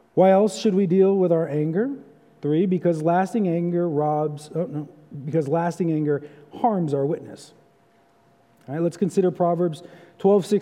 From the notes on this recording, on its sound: for evening service at Arlington Baptist Church in Arlington, Virginia.